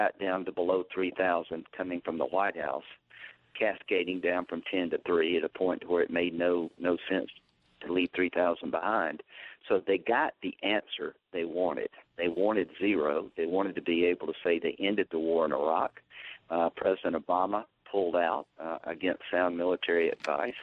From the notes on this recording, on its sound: During a phone interview